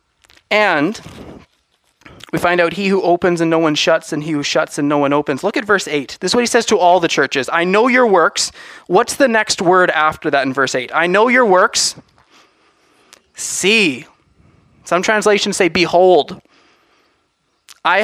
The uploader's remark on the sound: From Assiniboine Bible Church The Harvest Is Truly Plentiful Conference